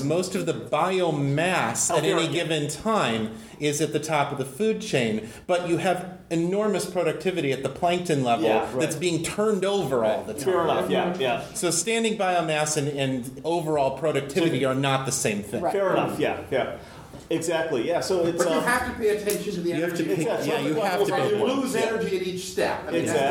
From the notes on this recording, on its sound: Recorded at Balticon 51.